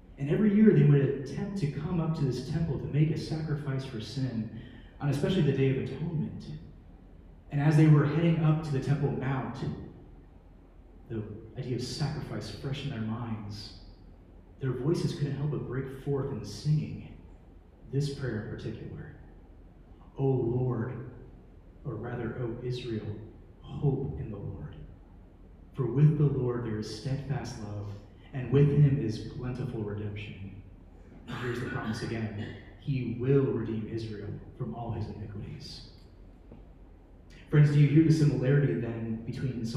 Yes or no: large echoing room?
yes